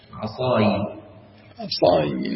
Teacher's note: بكسر الياء لالتقاء الساكنين